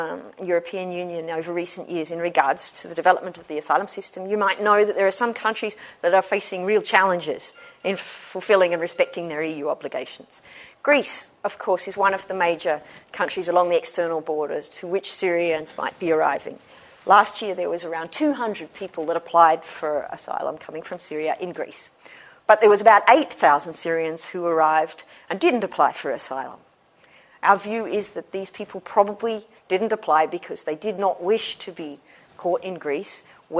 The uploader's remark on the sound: Special lecture, Michaelmas term 2013. Recorded on 24 October 2013 at the Oxford Department of International Development, University of Oxford.